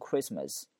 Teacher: 那个 T 是不发音的，那是一个 silent T，不发音的 T